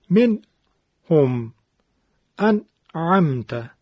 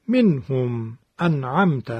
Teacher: بین نون ساکن و حرف حلقی سکت ندیم، یعنی سکوت اتفاق نیفته · Shown in: second take · مثلا نگیم من هم انعمت، بلکه طبیعی بگیم من هم انعمت، فاصله و سکوت درشون اتفاق نیفتد.